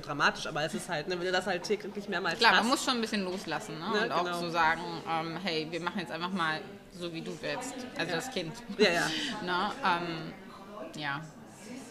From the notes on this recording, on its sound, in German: Wir sitzen im Café und haben technische Schwierigkeiten galore.